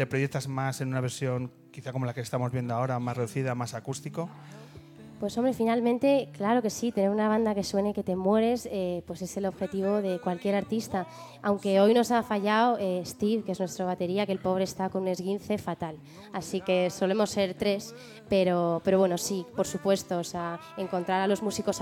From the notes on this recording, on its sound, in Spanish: nos regala tres canciones en directo durante la entrevista del penúltimo programa de El Hombre que se Enamoró de la Luna en el escenario de Casa Corona.